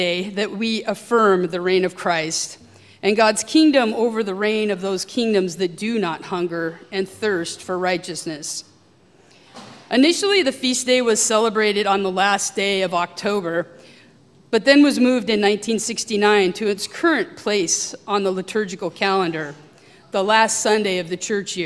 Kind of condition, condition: setting, large echoing room